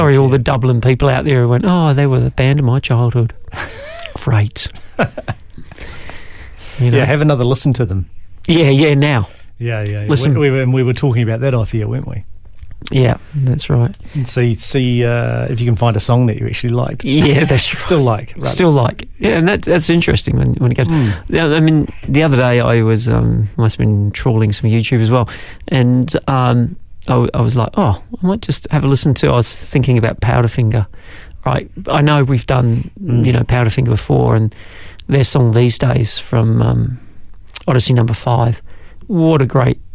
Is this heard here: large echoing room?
no